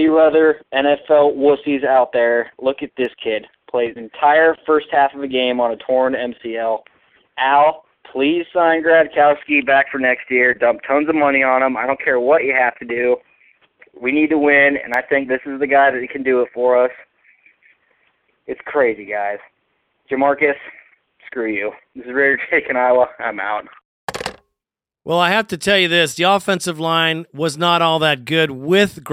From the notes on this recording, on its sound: Raider Nation “Boneline” Call-in Segment